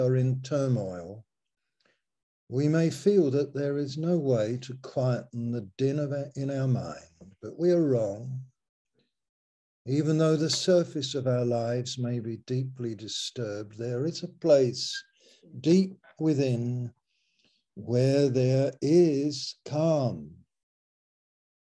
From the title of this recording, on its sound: Malaysia Meets (Zoom)